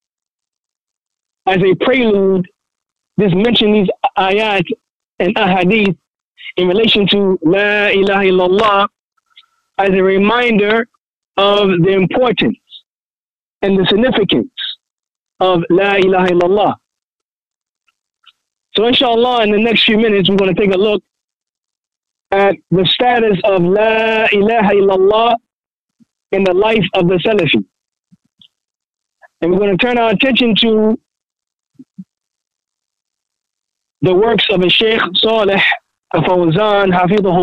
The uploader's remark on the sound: A Toronto Tele-Conference Event Presented by Maktabah Al Fawaaid.